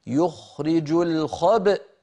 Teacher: تباعدت الشفتان وتلاها التصاق الوترين وتصادم الوترين الصوتيين بمعنى خروج همزة ساكنة